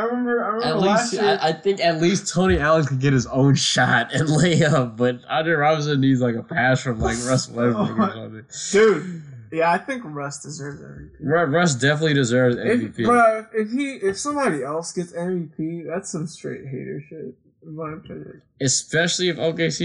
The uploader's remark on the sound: some technical difficulties were on this episode